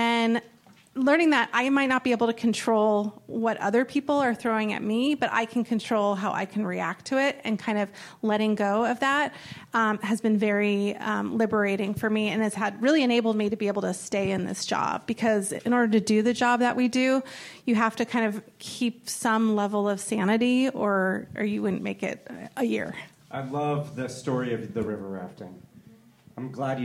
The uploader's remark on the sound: Audience Questions